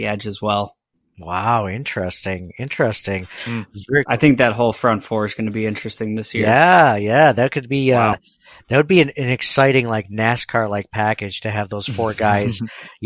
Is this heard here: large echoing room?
no